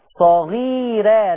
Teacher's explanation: الراء مفتوحة بس مرققة